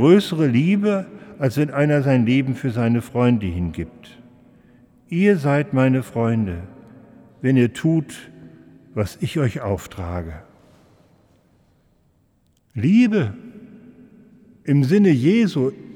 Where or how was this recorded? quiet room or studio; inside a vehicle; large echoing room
large echoing room